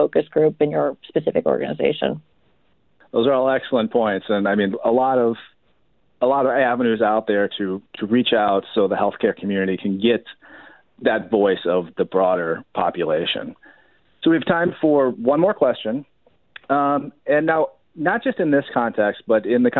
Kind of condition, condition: link, phone line